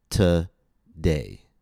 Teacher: Today has two syllables. The second syllable is stressed. Notice how the vowel letter O in the first syllable is reduced to a.